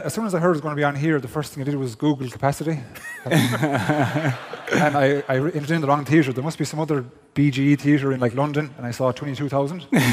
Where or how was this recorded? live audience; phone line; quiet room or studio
live audience